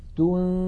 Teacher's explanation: ننتقل من التاء إلى إلى مخرج الذال ولكن لا ننطق ذالا بل ننطق من الأنف غنة تنذي، فإذا انتهى زمن تلك الغنة نطقنا ذالا مكسورة مجردة عن الغنة.